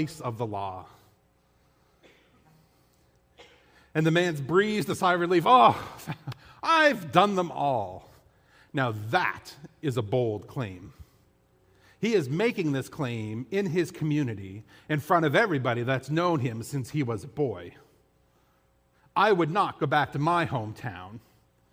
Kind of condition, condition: setting, large echoing room